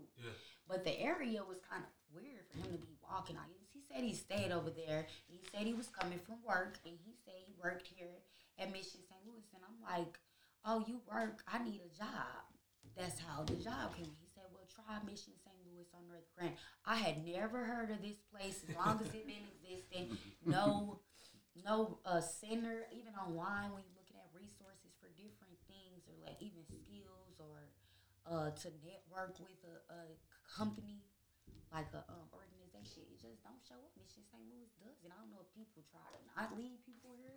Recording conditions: sounds in the background